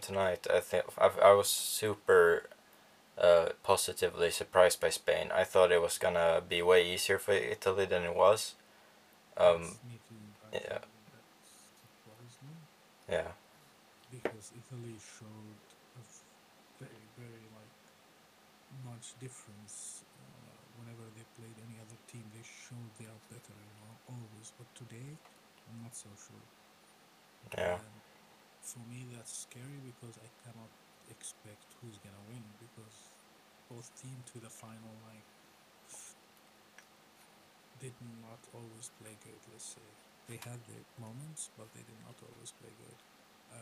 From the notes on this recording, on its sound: Sorry for the bad audio on this episode, we had some problems